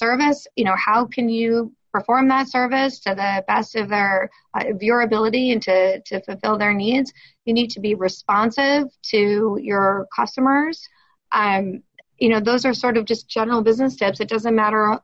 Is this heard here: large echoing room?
no